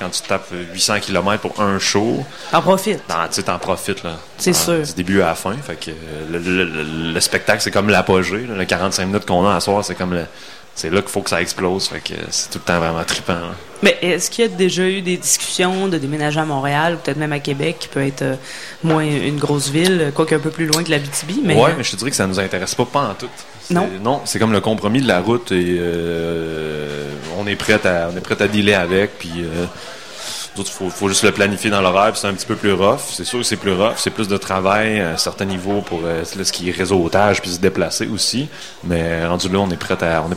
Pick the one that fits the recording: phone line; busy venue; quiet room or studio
busy venue